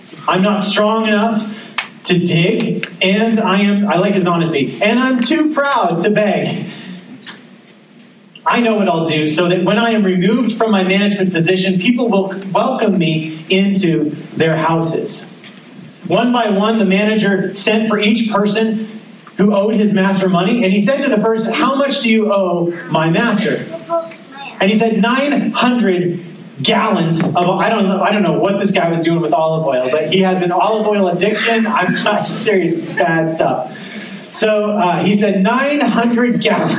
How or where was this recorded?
large echoing room